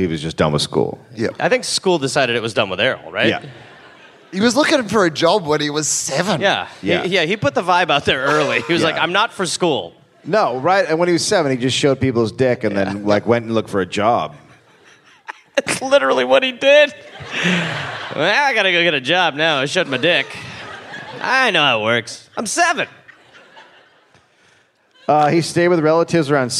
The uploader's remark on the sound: Live in Brisbane